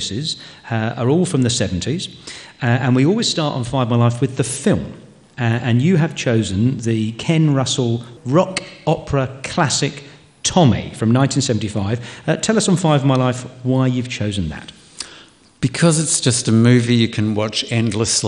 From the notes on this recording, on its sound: Live from the Castlemaine Festival. Recorded live at the Castlemaine State Festival. In front of a live audience.